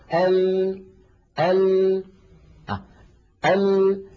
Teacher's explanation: جربوا هكذا ال ال ال، الصوت يخرج من هنا، هنا الرئتين، الهواء يخرج، لما يصل إلى الفم يجد هذه المنطقة قد انقفلت تماما، فيضطر الصوت أن ينحرف بعضه عن يمين اللسان وبعضه عن يسار اللسان، ثم يتابع طريقه إلى الخارج. · Term: صفة الانحراف